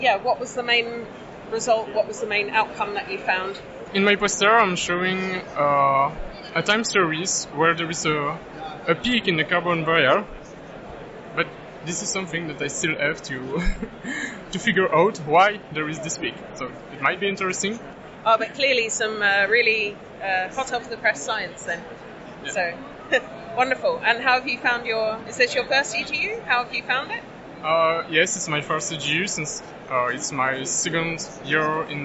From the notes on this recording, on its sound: It was recorded during the EGU 2023 meeting. It was recorded during the EGU 2023 meeting.